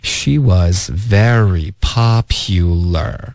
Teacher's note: 这个 was 嘴巴张开别发成 were OK 也别加儿化音